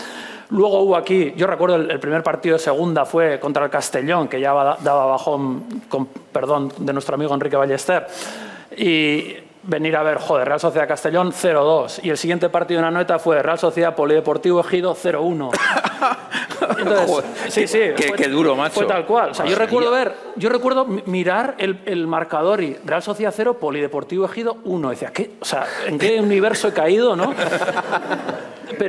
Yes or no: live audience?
yes